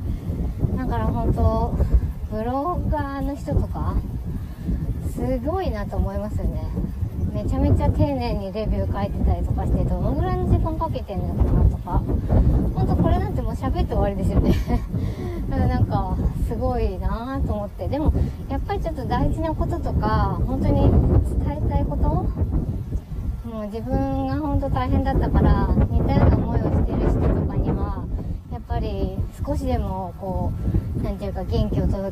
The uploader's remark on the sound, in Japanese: 自転車乗りながら最近の悩みを吐き出す。チャリこぎながら最近の悩みについて話しています。暑い。